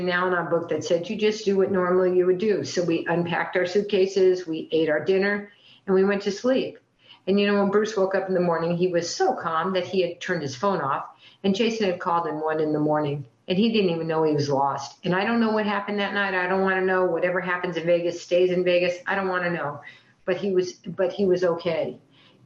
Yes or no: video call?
yes